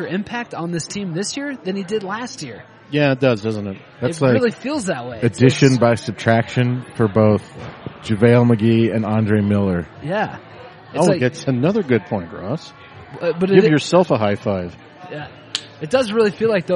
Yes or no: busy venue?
yes